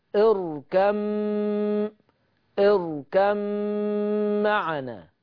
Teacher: الشطبية برضو قالت اضغم، هضغم الباء في الميم، بس خلي بالك الباء من الشفة والميم من الشفة، اب ام، فخلي بالك وانت بتضغم الباء في الميم هيكون الادغام بغنة · Term: الادغام الشفوي